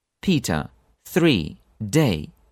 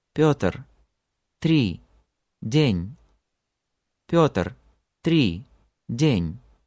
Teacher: when you pronounce the Russian words, there simply is no such powerful flow of air at the beginning · Shown in: second take